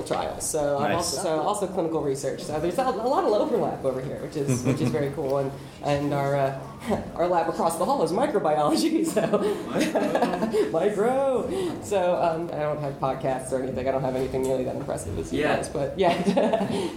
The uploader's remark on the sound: Recorded at Balticon 51.